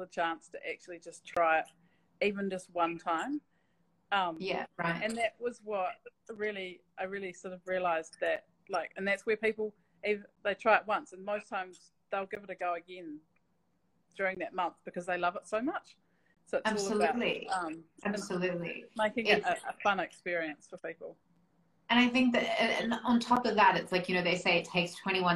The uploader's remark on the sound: live Instagram interview